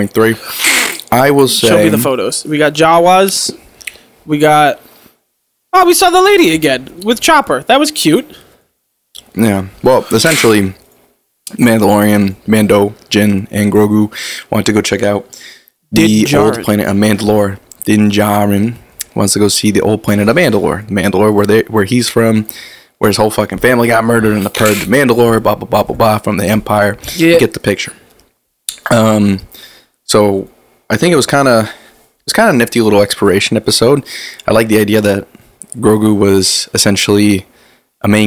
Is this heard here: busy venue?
no